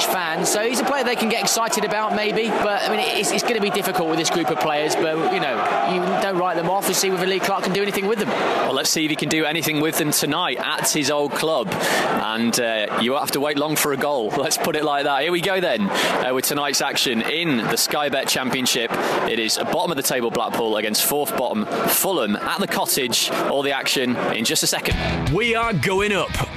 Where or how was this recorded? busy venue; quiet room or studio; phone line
busy venue